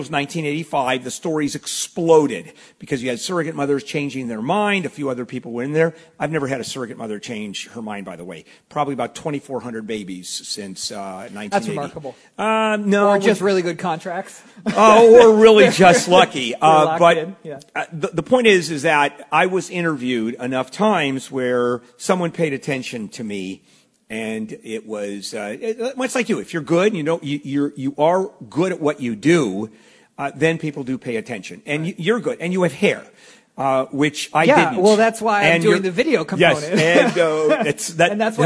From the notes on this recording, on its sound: broadcasting live from KFI's 2016 Pastathon!